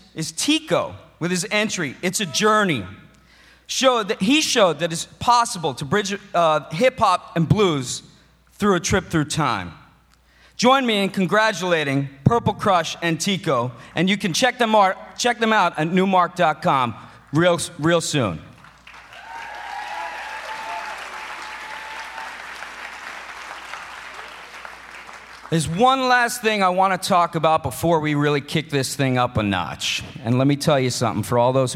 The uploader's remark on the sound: Milestones Concert at Berklee. Hosted a concert and awards ceremony entitled Milestones at the Berklee Performance Center in Boston.